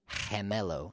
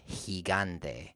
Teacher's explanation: Gigante is actually an interesting word for this because we have he, G-I, gan, G-A-N-T-E, gigante. So G followed by E or G followed by I is going to make the ch sound, kind of like a hard H.